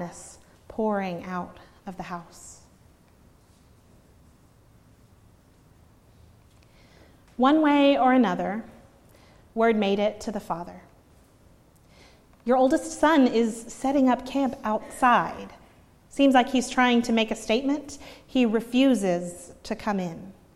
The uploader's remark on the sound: preached at Northminster Church on March 31, 2019